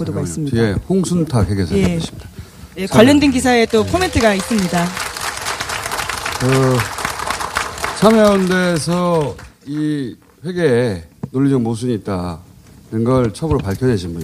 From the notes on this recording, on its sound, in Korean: 특집공개방송 꼭두새벽 라이브. 잠깐만 공연.